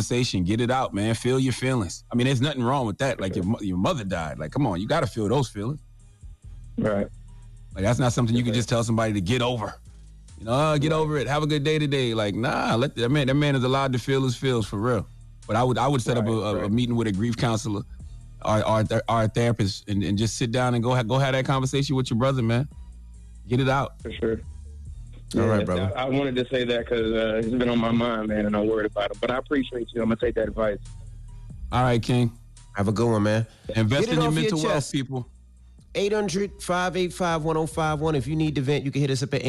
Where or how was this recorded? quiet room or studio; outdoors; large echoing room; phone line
phone line